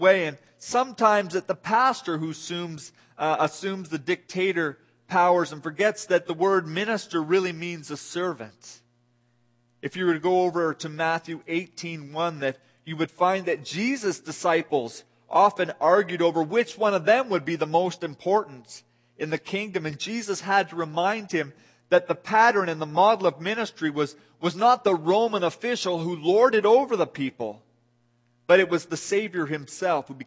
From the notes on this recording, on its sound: This audio sermon entitled, Guest Service, was delivered at The People’s Church of Somerville, NB.